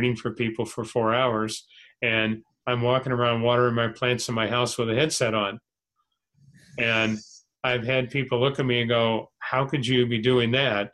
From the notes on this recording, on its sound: Spiritual Development Class held online via zoom.